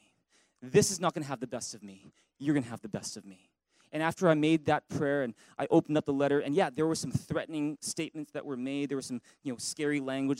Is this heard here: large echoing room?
yes